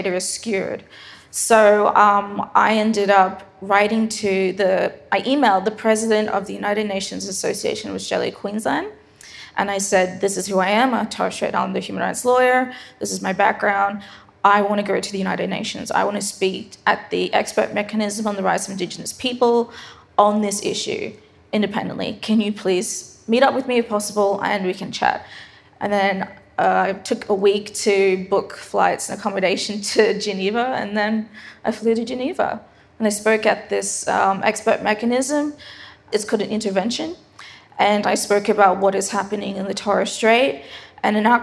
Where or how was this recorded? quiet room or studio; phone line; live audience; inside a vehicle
live audience